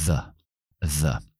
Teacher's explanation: es solamente el sonido TH más la schwa